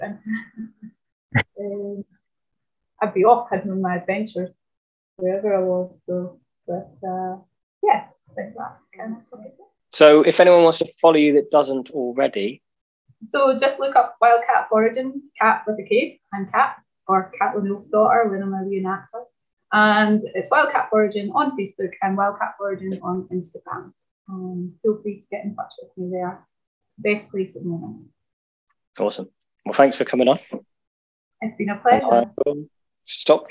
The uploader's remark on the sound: Zoom Meeting